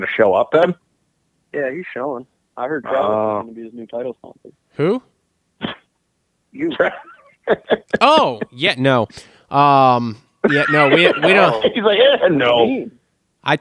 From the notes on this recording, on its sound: get on the phone